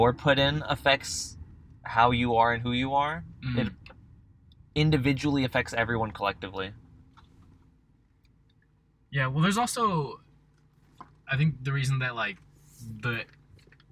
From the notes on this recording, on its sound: Recording a Podcast Episode but We're Driving Around and It's 100 Degrees Outside. We attempt to record an episode in the car.